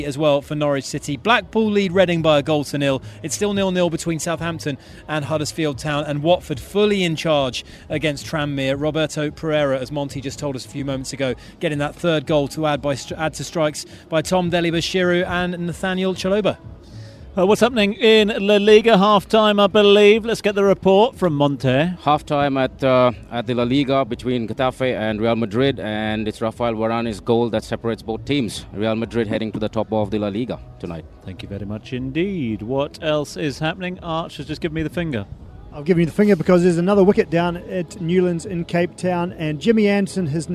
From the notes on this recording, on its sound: From the rooftop garden of Barasti